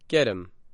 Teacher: The letter H in him disappears, and the vowel sound in that word is shortened. And the letter T in get changes to a D sound. · Term: reduced